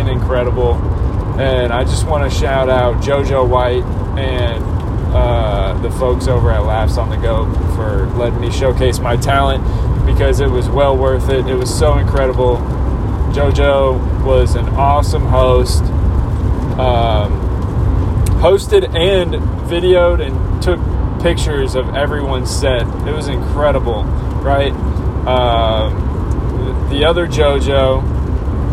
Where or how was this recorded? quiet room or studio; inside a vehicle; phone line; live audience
inside a vehicle